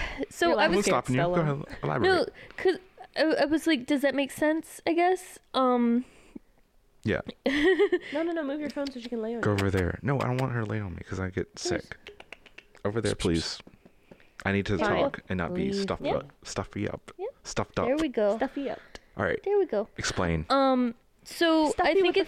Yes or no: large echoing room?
no